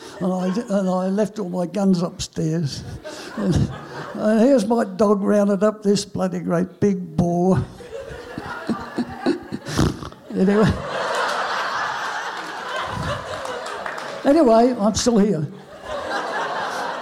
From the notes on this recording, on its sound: SPUN: True Stories Told in the Territory is a live storytelling event that showcases some of the extraordinary people and stories that make up the Northern Territory. Popping up at different venues across Darwin, working with a range of partner organisations with a different theme each time, SPUN brings to light stories from diverse backgrounds.